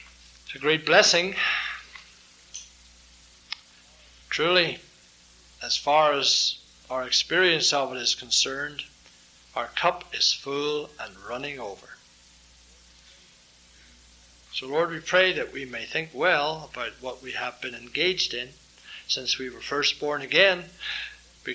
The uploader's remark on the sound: This sermon was preached during the evening sermon